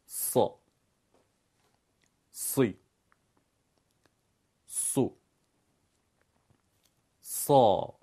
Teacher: ریشه زبان میل پیدا میکنه به سقف دهان و این حرف درشت میشه. وسط زبان هم کمی حالت گودی پیدا میکنه. · Term: حرف صاد